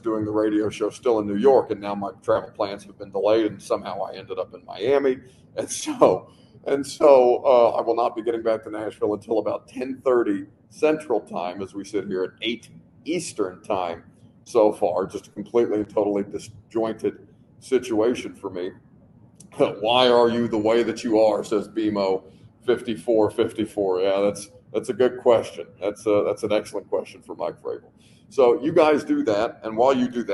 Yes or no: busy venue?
yes